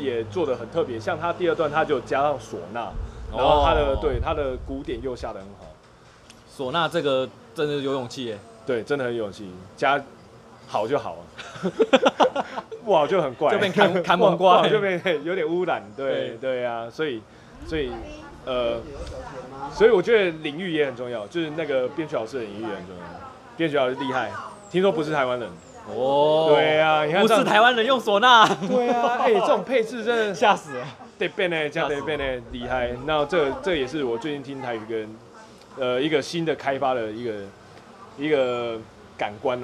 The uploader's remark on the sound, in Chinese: 使用麥克風 YIDA-MIC+-01 爵勢國際有限公司 YiDA。錄音地點：台南 牽咖啡 Chen Coffee。